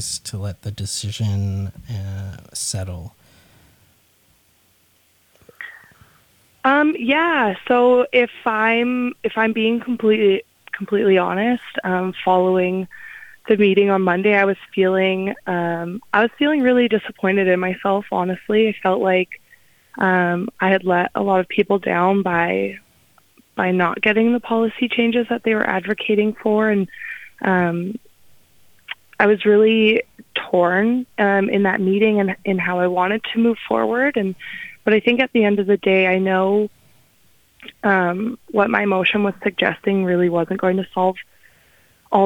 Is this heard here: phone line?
yes